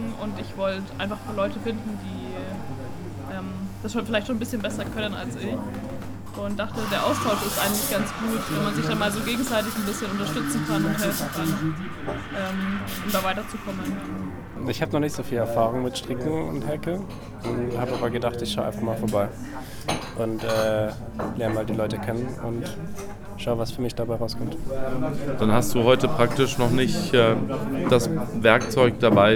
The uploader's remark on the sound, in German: Häkel- und Strickcafé im Strandi. Die gemütliche Runde in der gewohnt relaxten und einzigartigen Atmosphäre des Strandi als Audio festzuhalten.